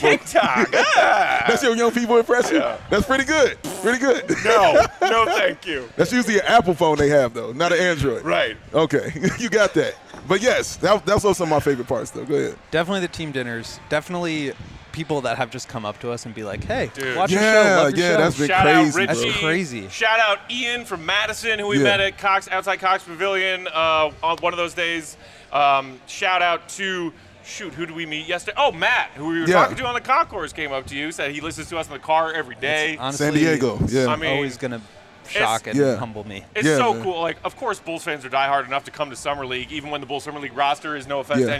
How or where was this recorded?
busy venue